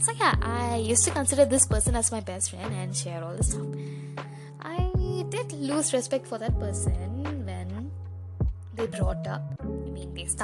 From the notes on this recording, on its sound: I know the background music is loud but I'm learning audio editing.